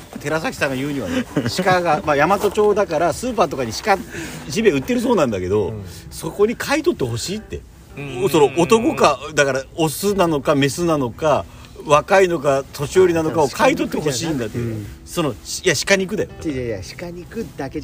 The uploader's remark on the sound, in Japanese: 今回も福岡市東区にある元遊園地のキャンプ場かしいのはまビレッジです。6人で焚き火を囲んでいます。